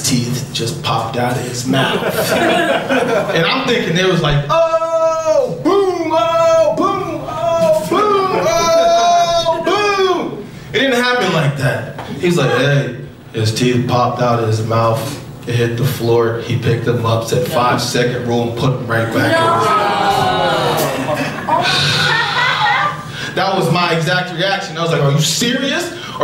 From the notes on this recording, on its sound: Live show at Caveat.